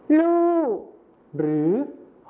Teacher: รอเรือในภาษาไทยมาตรฐานนะครับไปเป็นพยัญชนะต้นเดียวในภาษาถิ่นอีสานก็คือลอลิงกับฮอนกฮู้นั่นเองครับ · Term: การเปลี่ยนเสียงพยัญชนะต้นเดียว